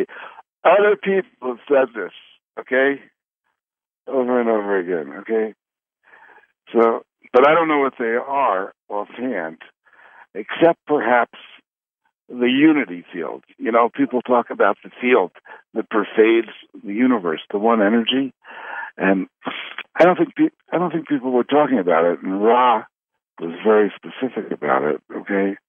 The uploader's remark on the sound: Conference Call LIVE